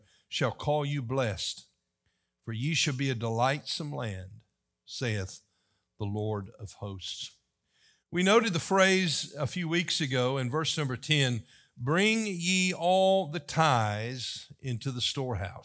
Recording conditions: large echoing room